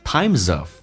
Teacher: times 跟 of 有一个连音，以 m 结尾，后面加 s 发 z